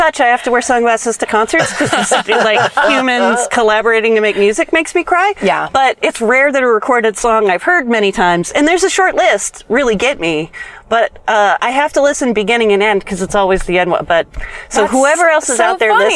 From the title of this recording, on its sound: In the Car